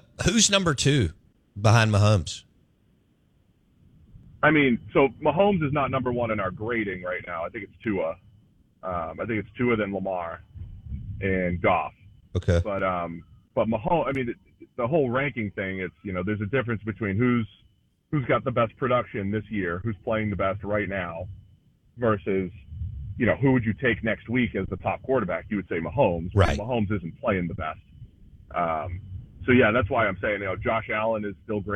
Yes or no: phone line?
yes